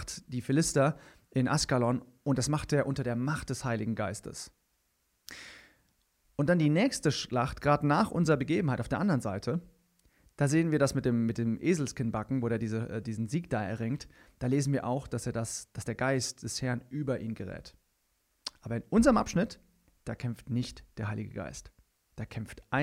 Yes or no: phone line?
no